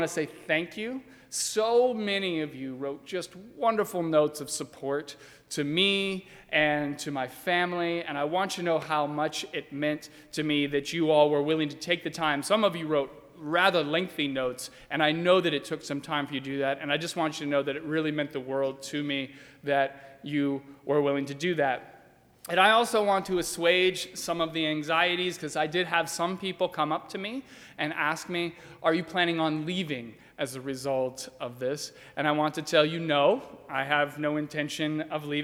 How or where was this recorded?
live audience